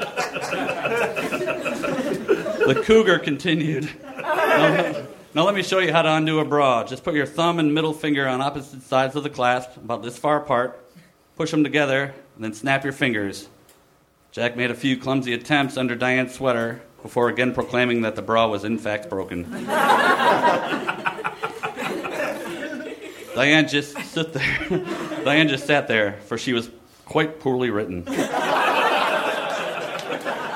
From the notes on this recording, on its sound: Recorded at the Nerdmelt Theater, November 20, 2012.